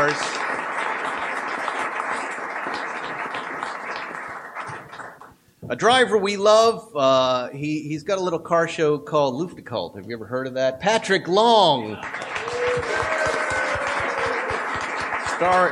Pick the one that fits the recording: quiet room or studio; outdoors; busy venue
busy venue